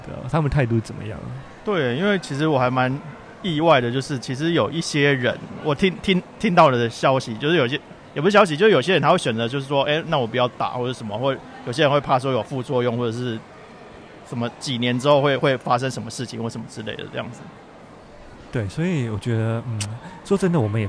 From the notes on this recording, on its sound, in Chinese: 另外在台場現場收音的部分，今天播出下集。